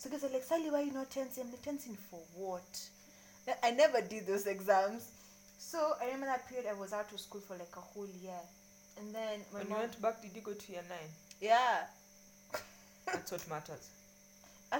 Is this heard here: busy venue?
no